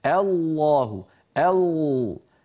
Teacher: لسان المزمار قد رجع إلى الوراء فأحدث تضيقا في الحلق